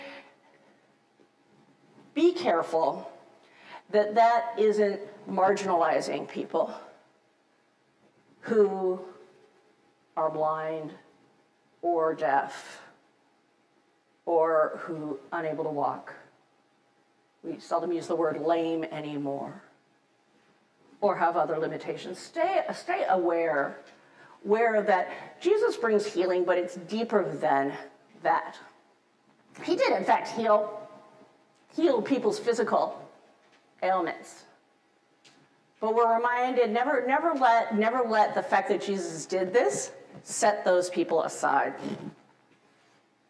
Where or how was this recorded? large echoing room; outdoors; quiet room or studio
large echoing room